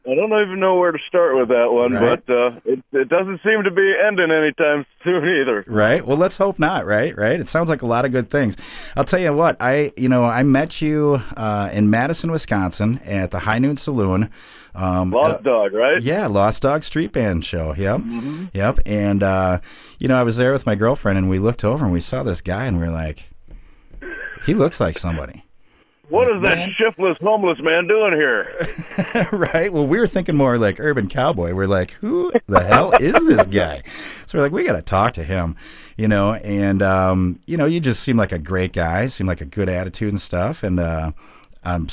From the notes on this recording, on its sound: Joins us on the phone tonight. The Sound is written and produced by KQAL 89.5FM on the campus of Winona State University.